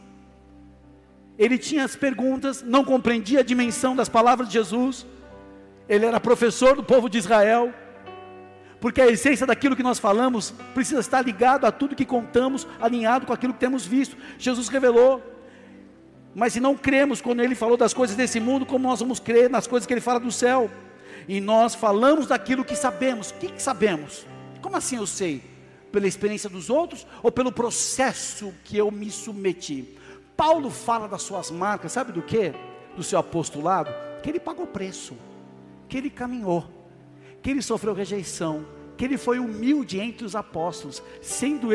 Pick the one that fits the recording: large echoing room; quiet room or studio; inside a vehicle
large echoing room